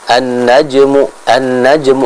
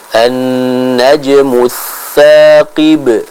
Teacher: Gunnah pada huruf nun. Jadi huruf nun ketika bertasydid ditahan dulu · Shown in: second take · Jadi jangan kita baca an-najmu, an-najmu, ini kurang tepat.